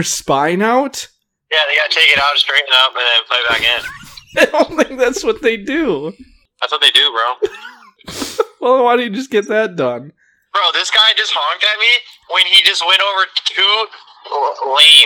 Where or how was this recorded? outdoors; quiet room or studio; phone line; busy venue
phone line